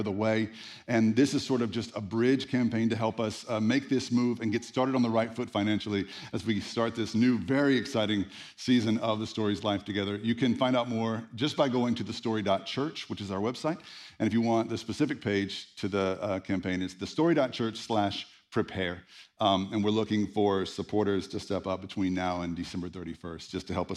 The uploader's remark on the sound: Live at The Story Church